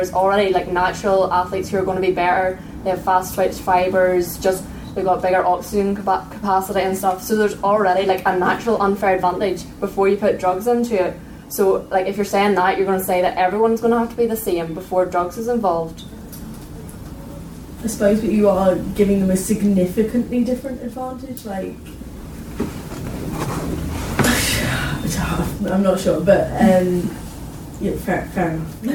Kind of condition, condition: setting, busy venue